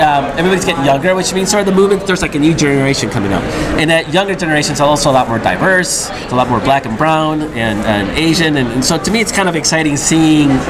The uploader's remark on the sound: Live from Chicago, at the 17th Annual Netroots Nation